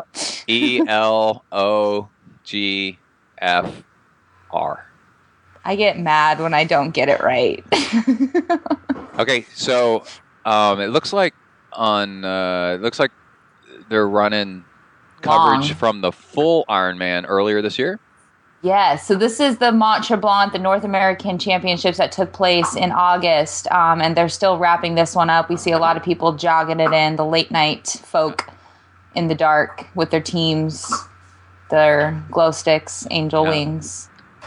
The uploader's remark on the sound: Watch 70.3 Worlds coverage on NBC while we talk on Skype.